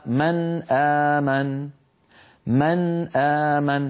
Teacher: الاحتمال الرابع والأخير في التقاء الحرفين في لغة العرب أن يكون الأول من مخرج والثاني من مخرج بعيد عنه، كالنون من طرف اللسان مثلا أن مع الهمزة من أقصى الحلق، كقوله تعالى من آمن، من آمن، فالنون ساكنة من طرف اللسان والهمزة بعدها من أقصى الحلق، فهما حرفان متباعدان لأن المخرجين متباعدين.